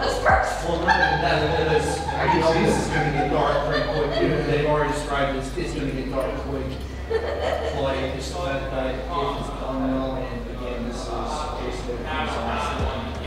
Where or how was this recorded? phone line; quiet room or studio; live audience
live audience